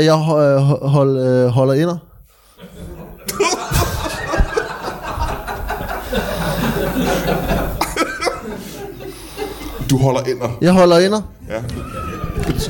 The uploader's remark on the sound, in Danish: LIVE fra Kjellerup